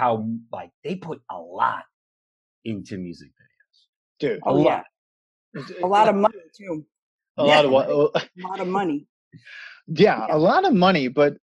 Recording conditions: video call